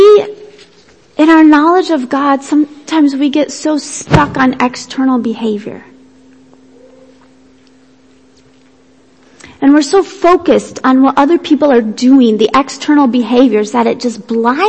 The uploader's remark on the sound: Worship Service - Audio